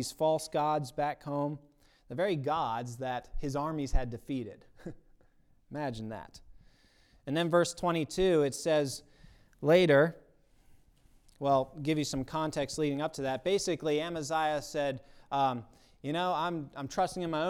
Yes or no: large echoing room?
yes